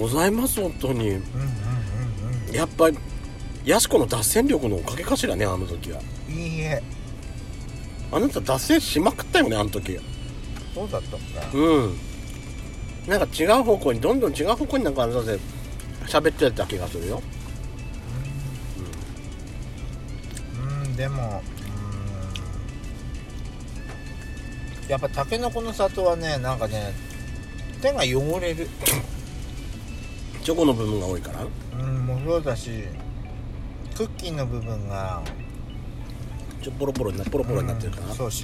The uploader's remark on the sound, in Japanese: パーキング収録